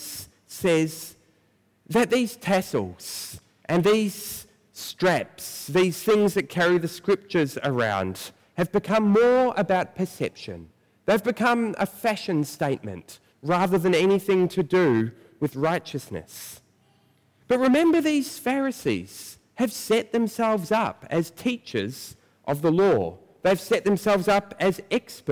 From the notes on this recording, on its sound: preached at First Church on Nov 1